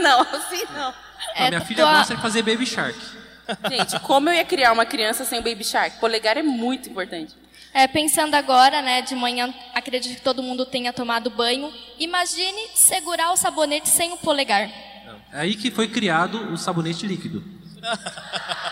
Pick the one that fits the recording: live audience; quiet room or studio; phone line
live audience